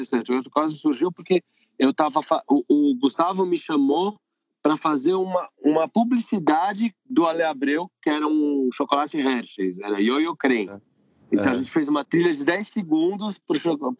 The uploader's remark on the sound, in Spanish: Entrevista realizada por Skype.